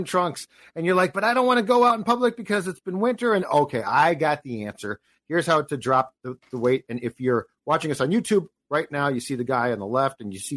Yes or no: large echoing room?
no